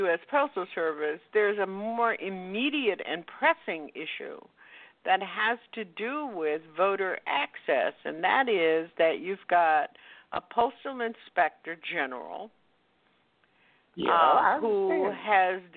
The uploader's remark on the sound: OPEN MIC Wednesday Night. Listeners who "call-in" via telephone.